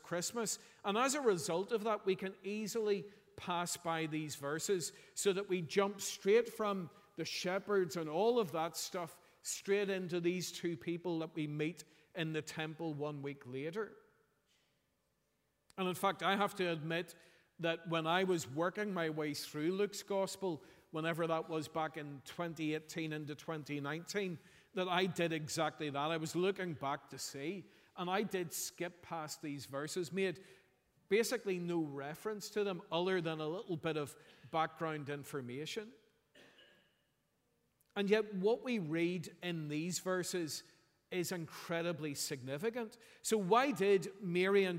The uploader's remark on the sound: Sunday 31st December 2023 morning service